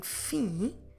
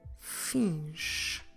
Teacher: Basically the same nasal sound, but we add the sh. · Shown in: second take